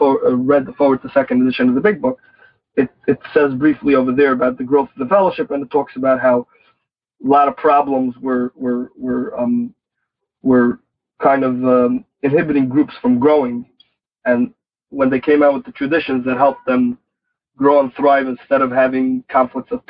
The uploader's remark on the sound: Noon Phone Speaker Meeting.